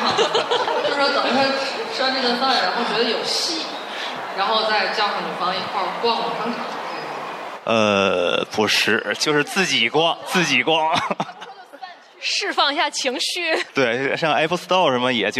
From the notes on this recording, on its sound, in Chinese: 本期播客为《记者下班》首场线下听友开放麦录制，与天津万象城联合制作。现场还意外遇到了几位之前参与过节目录制的嘉宾朋友。